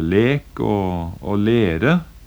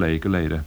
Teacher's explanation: den sørlige delen av Sør-Trøndelag, ganske stor del av den, har monoftongering, det vil si at diftongene i slike ord går over til å bli monoftong · Shown in: first take · det vil si vanlig enkelvokal.